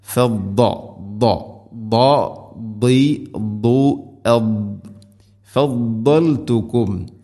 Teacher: ദാദിൻ്റെ മഖ്റജ് നാവിൻ്റെ ഏതെങ്കിലും ഒരു സൈഡ് അണപ്പല്ലുകളോട് ചേർന്ന് അതിൻ്റെ അരു നീളത്തിൽ തട്ടിക്കൊണ്ടായിരിക്കണം. അതോടൊപ്പം അത് ഇസ്തിഇലാഇൻ്റെ അക്ഷരമാണ്.